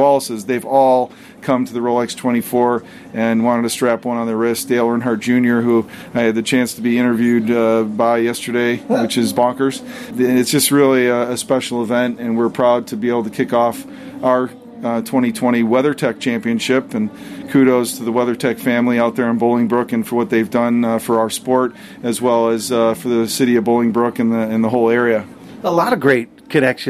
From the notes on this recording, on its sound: live from Daytona during Rolex 24 weekend